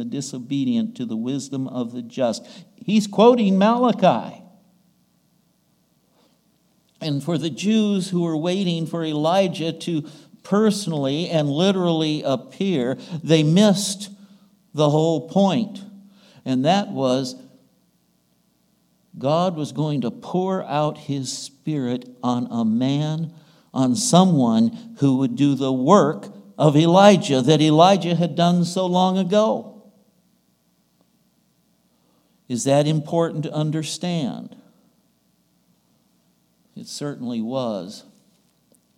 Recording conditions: large echoing room